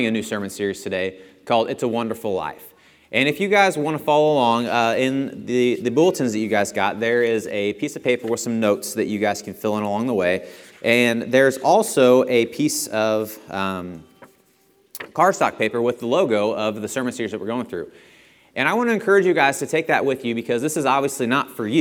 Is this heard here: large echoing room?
yes